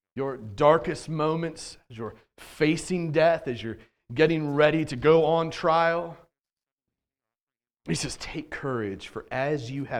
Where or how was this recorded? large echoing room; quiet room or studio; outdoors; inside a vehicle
large echoing room